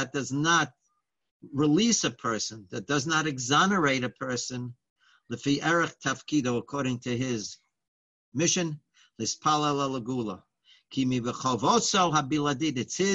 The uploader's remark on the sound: Live On Zoom